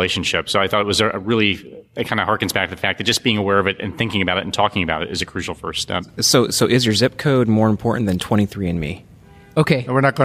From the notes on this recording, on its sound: from day 1 of ACP 2018 live in New Orleans